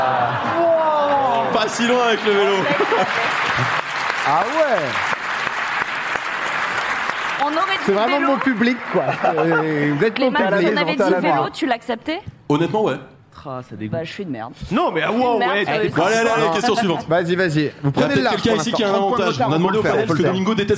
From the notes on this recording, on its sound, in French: Le public du théâtre. L'émission en public.